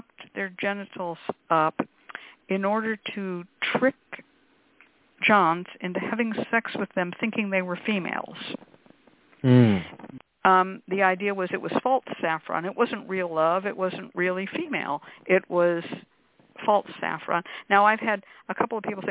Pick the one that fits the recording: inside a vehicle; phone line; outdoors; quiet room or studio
phone line